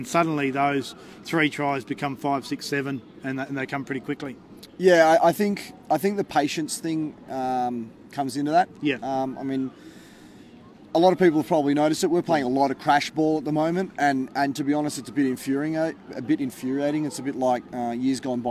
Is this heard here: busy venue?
yes